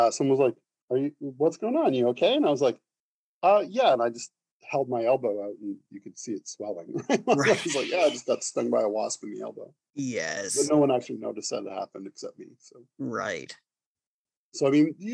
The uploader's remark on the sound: on Zoom